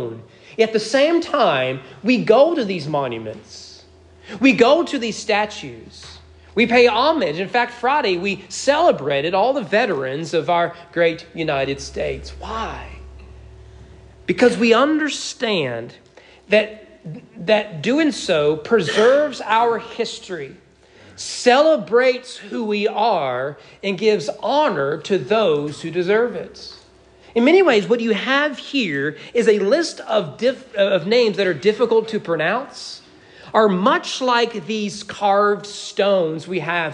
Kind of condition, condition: setting, large echoing room